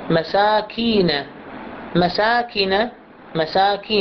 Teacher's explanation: صحيح ممكن في الكتابة ما نكتب هاي الياء، لكن احنا عند إطالة الكسرة سماعيا صار عندنا ياء